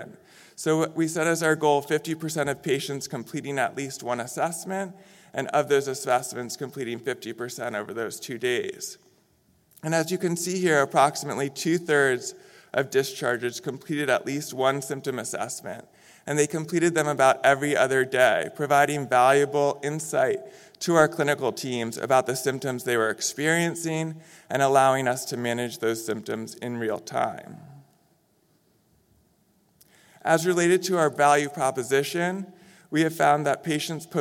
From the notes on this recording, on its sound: In this session recorded at DPHARM 2022